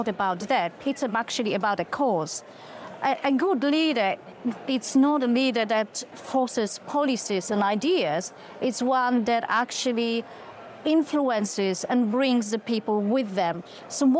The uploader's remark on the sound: live from FinTech Connect